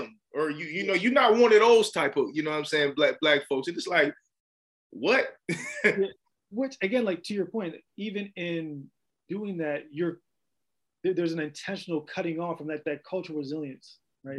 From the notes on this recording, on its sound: we virtually sat down